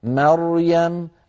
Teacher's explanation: أيضا لما قلنا مريم فيها راء مفخمة، وهذه الراء قبلها ميم مرققة وبعدها ياء مرققة